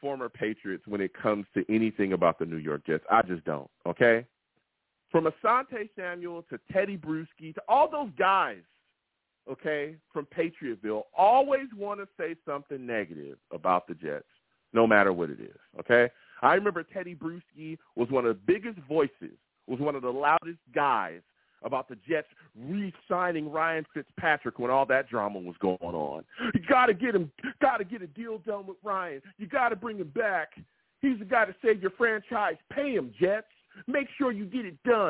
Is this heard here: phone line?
yes